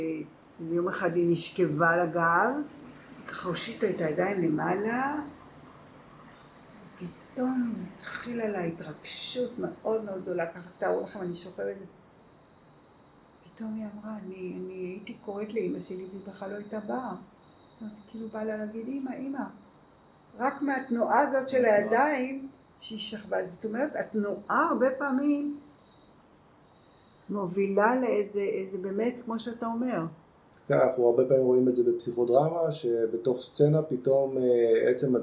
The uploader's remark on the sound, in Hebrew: אנו מתנצלים מראש על איכות הסאונד אבל יש לנו סיבה מוצדקת לכך :) עקב מצב הקורונה נאלצנו להרחיק את המיקרופון לפתוח את החלונות ולהגביר את הווליום.